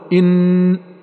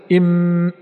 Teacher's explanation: وفي النون وجد منفذ الخيشوم، وفي الميم وجد منفذ الخيشوم · Term: البينية